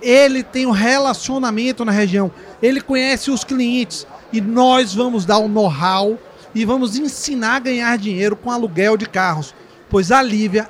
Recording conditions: busy venue